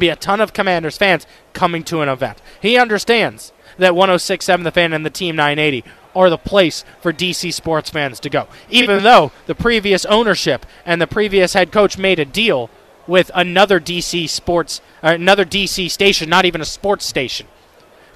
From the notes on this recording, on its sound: The conversation continues as we get more callers. Live from Radio Row.